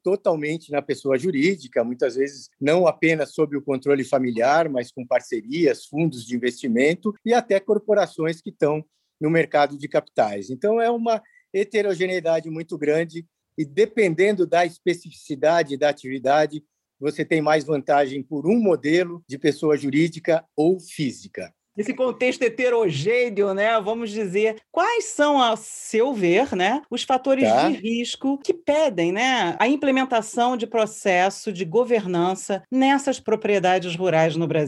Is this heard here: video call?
yes